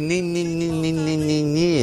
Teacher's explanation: Essa consoante nasal, alveolar, sonora. Que traduz a negação.